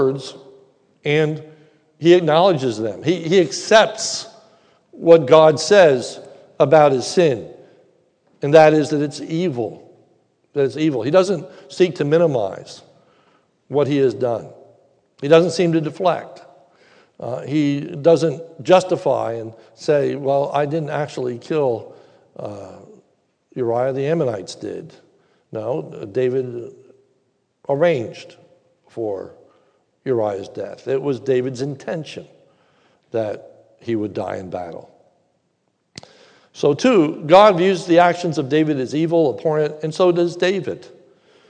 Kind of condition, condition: setting, large echoing room